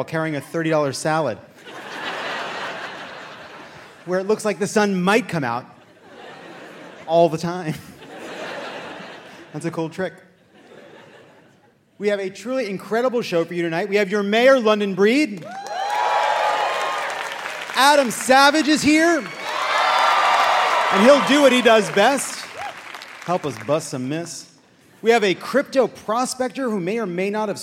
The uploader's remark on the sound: Live from San Francisco!